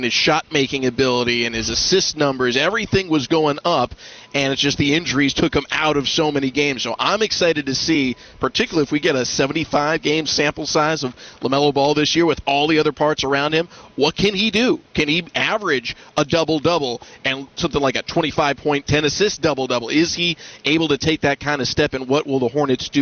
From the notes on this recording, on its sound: Live From Hornets Media Day.